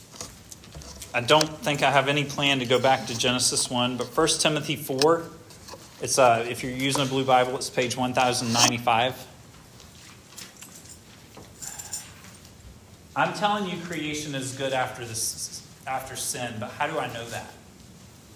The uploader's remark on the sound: This sermon was preached at Hope Fellowship